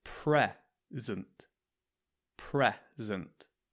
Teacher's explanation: in the word present, the first syllable, that's the first sound, is stressed.